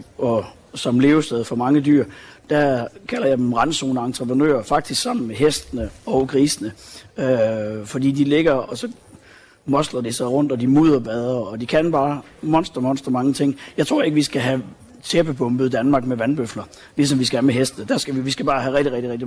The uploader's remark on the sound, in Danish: Live fra Naturmødet 2023. I dagens afsnit bliver lytterne inviteret med til årets naturmøde i Hirtshals. Et hemmeligt møde i klitterne ved Hirtshals. Lov til at låne sofaen på Lifescenen. Til en times livesending.